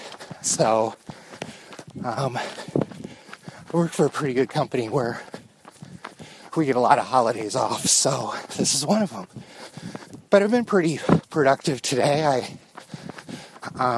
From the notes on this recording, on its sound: I hit the road for a couple of easy miles and after some technical difficulties finished my thoughts at home.